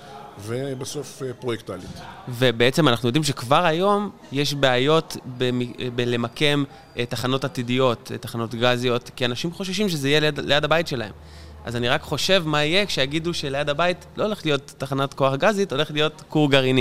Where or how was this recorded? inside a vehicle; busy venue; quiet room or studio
busy venue